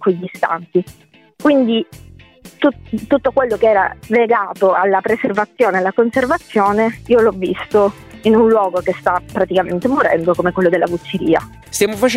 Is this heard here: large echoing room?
no